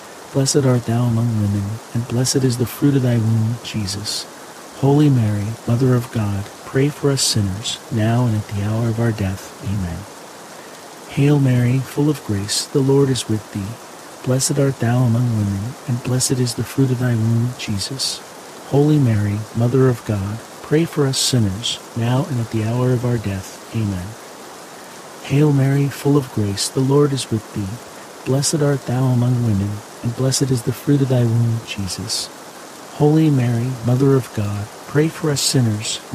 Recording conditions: sounds in the background